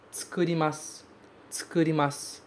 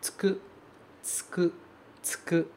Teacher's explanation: Mas na prática, a gente não pronuncia tsu. Esse primeiro u, ele fica mudo, ele fica praticamente inexistente.